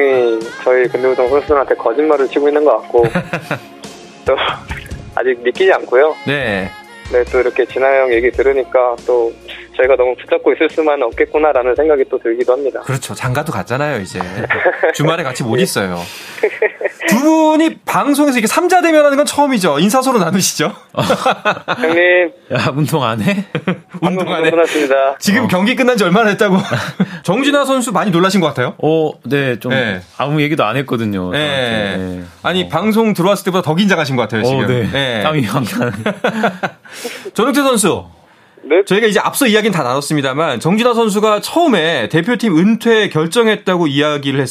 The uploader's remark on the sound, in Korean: 깜짝 전화연결!